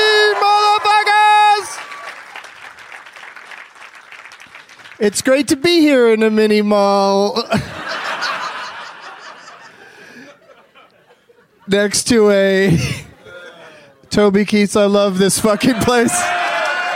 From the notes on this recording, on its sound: Live from Zanies Comedy Club in Rosemont, IL